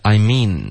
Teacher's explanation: I mean 要注意不能发成名它不是一个嗯嗯的这个后鼻音要动舌尖的这个音